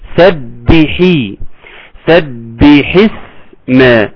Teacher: يبقى هنا عملنا خدنا بالنا من كسر الحاء جيدا، الباء المشدده، مراعاه الباء المشدده في سبي، تحس ان زمن الباء المشدده اطول شويه